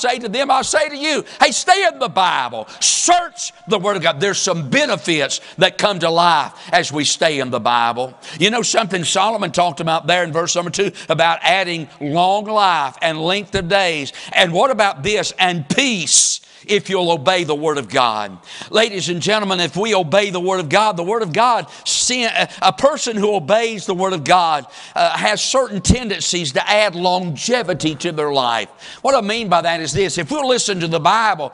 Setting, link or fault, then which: setting, large echoing room